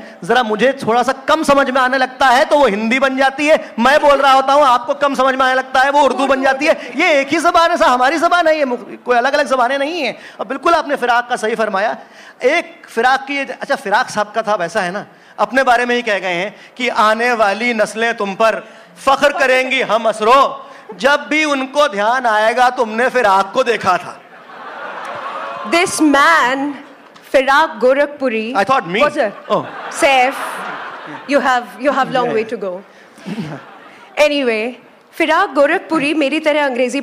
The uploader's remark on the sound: A live session from #JaipurLitFest2020.